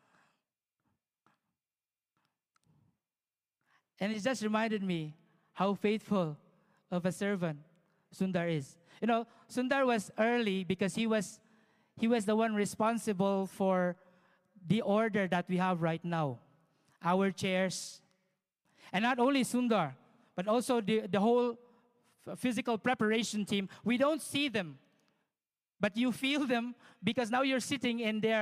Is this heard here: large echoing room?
yes